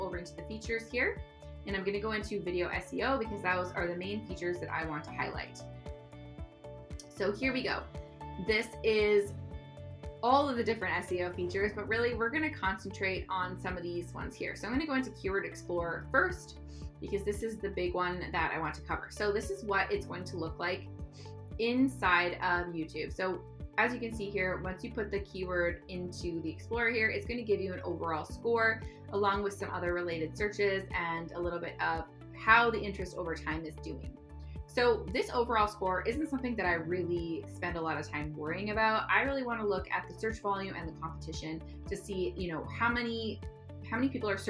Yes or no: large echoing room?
no